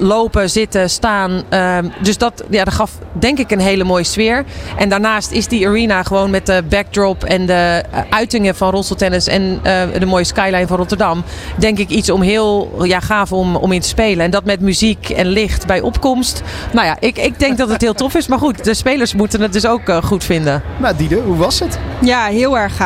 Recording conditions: busy venue